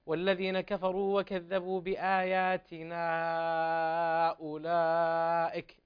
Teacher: مد المنفصل لأنك قرأت من طريق الشاطبية وهم يوسطون المنفصل لا يقصرونه